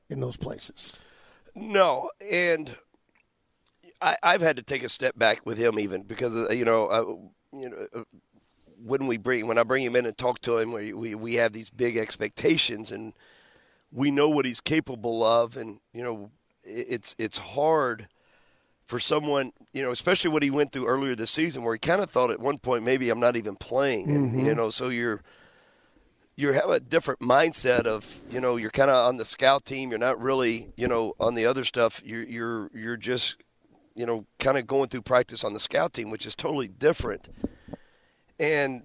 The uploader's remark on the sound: live from Chaifetz Arena